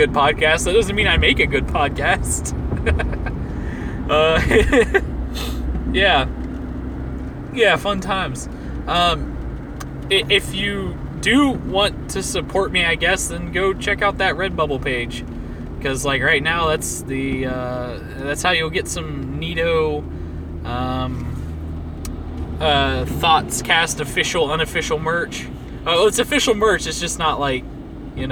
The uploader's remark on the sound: Thoughts from the Car